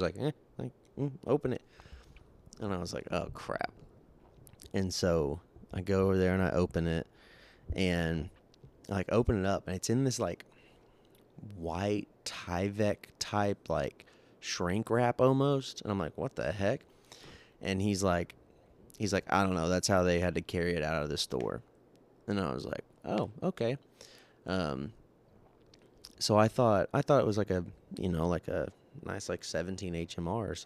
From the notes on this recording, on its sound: Is driving home from a memorable deer hunt.